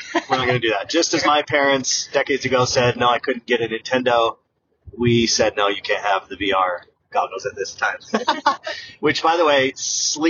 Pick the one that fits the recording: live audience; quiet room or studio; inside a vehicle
inside a vehicle